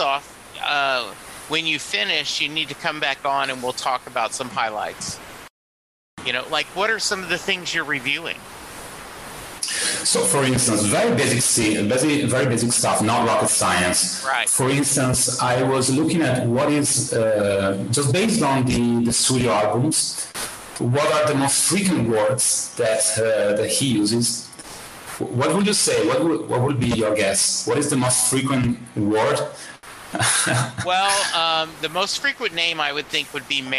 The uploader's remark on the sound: The connection between Italy and Dallas Texas was a little rough so please excuse the sound quality.